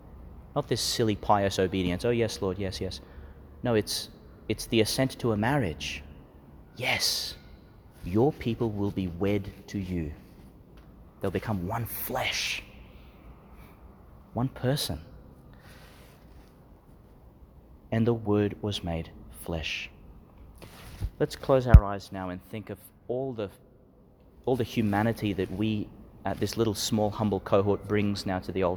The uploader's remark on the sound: delivered in the Basilica of the Annunciation, Nazareth, Israel